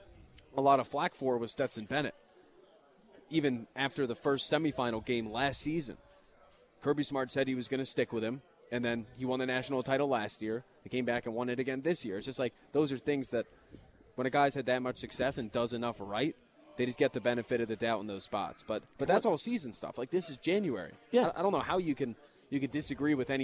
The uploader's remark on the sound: live at Monk's in Sun Prairie